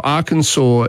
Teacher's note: Arkansas is pronounced the way the French would have pronounced it, with the consonant being left off at the end · Term: French pronunciation